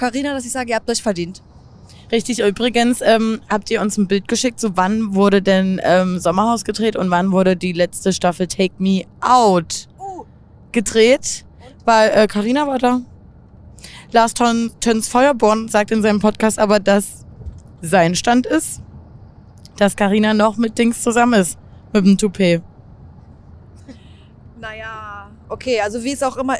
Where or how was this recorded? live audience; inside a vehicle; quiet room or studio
inside a vehicle